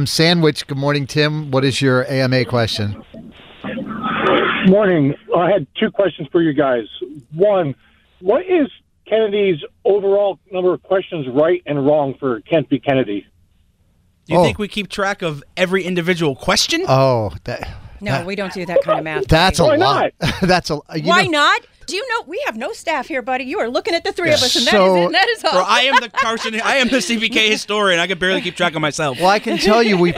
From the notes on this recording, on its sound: Listeners called in to ask us ANYTHING.